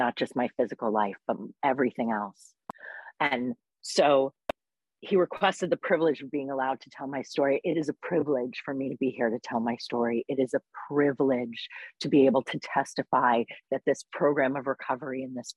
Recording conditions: video call